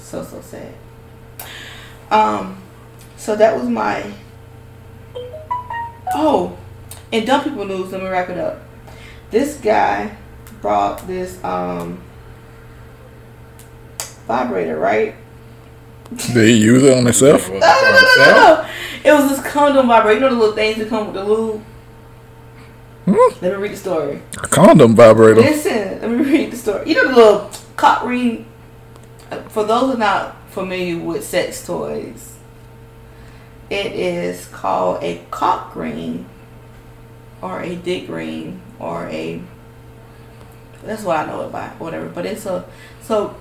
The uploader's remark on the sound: On this week's episode I f-ed the sound but it was such a good episode I still had to post it.